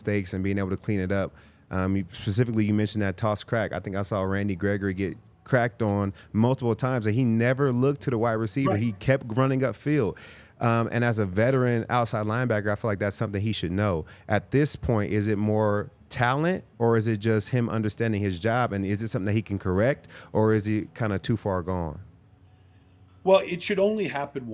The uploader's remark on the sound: coming to you LIVE from the DNVR Bar